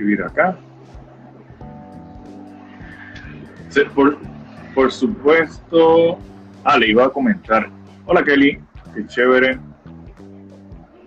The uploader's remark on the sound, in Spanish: Live por Instagram